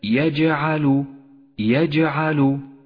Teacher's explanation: لاحظ صفة القلقلة لحرف الجيم في كلمة يجعل يجعل، لونت بالأزرق الفاتح للدلالة على صفة القلقلة، وهي في هذا الموضع صغرى لأنها في وسط الكلمة.